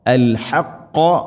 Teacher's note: ഹ തൊണ്ടയുടെ മധ്യഭാഗം, ഖാഫ് തൊണ്ടയുടെ മുകൾ ഭാഗവും കഴിഞ്ഞുള്ള മഖ്റജ് ചെറുനാക്കിൻ്റെ ഭാഗം